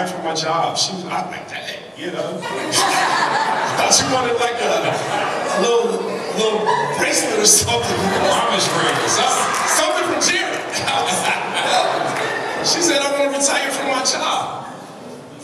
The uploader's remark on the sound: In this live episode during the Make Real Estate Real Family Reunion. In this live episode during the Make Real Estate Real Family Reunion.